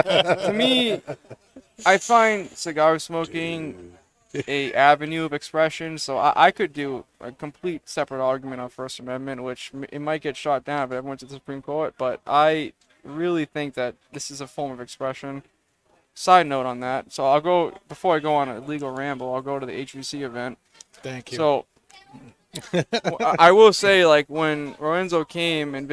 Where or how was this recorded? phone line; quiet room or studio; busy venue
busy venue